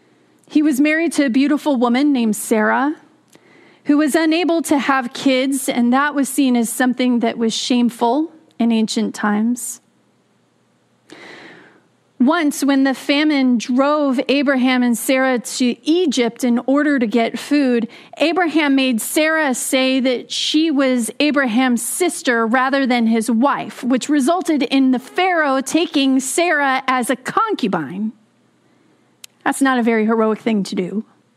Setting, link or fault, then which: setting, large echoing room